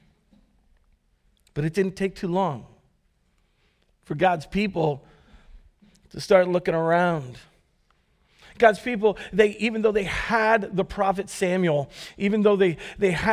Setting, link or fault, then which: setting, large echoing room